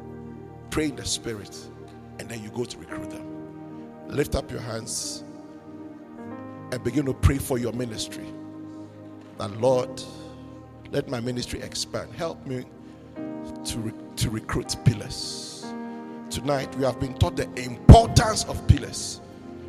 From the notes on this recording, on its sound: Preached at the midweek servants armed and trained service